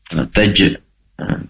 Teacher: pastikan jim di sini kol-kolah dibaca memantul ya